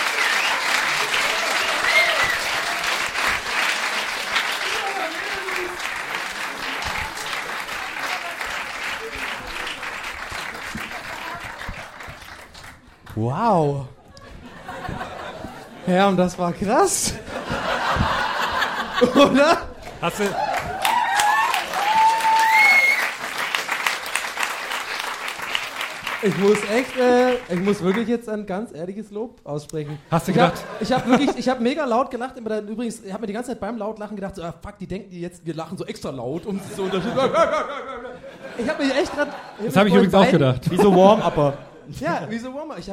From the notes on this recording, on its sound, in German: Haben sich die drei Showkartoffeln von "Gästeliste Geisterbahn" beim Aufnehmen auf eine Bühne gesetzt und dabei gegen Geld anschauen lassen. Diese Folge ist der Live-Mitschnitt davon, inklusive jeder Menge Sitcom-Lacher!